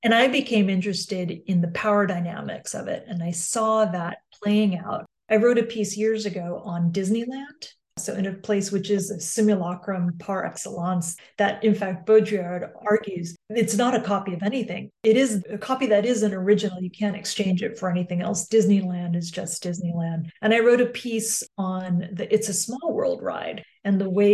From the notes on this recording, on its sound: This podcast was recorded via Zoom by the Centre d'Études Maghrébines à Tunis ( CEMAT ) on December 13, 2022